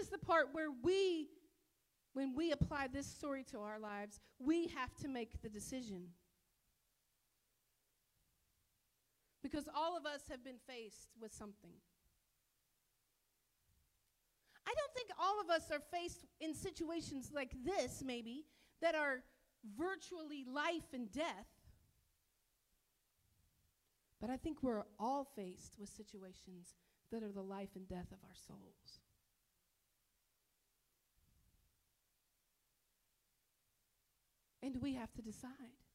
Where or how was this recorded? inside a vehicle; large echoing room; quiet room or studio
large echoing room